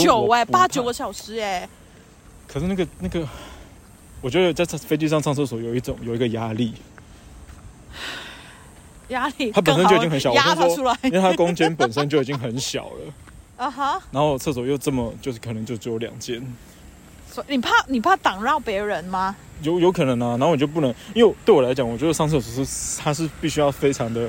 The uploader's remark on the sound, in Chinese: 這是一集意外的錄音，。是直接在路上閒晃的時候的即時錄音，。